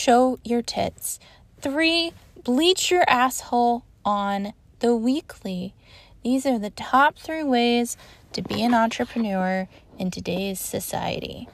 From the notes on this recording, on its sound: Recorded in my car in front of an apartment complex after a day of driving around Oklahoma.